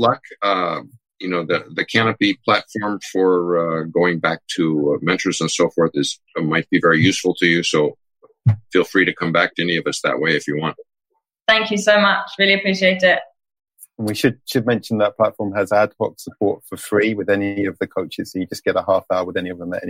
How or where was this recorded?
video call